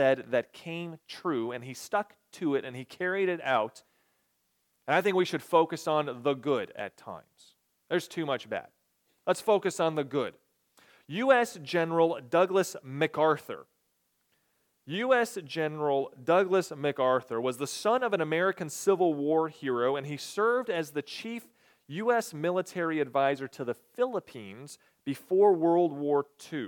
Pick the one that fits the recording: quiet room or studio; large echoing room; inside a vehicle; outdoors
large echoing room